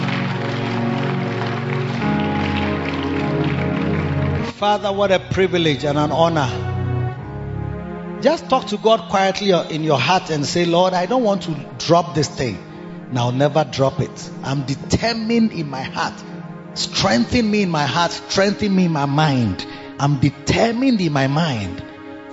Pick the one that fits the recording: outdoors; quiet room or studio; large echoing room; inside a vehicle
large echoing room